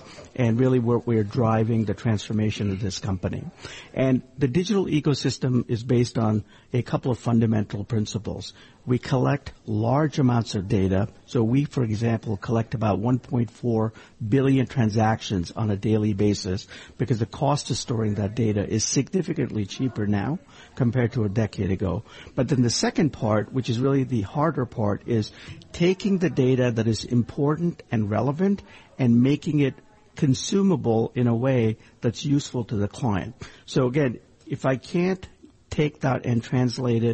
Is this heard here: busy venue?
yes